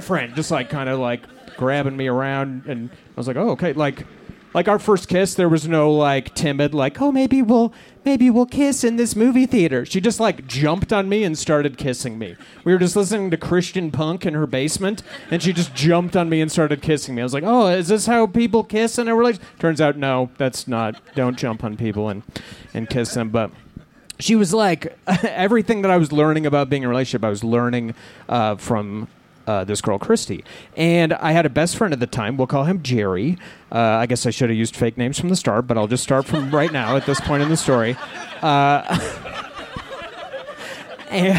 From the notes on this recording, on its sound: Outdoors at Buntport Theater—the theme of the evening was “Confessions.”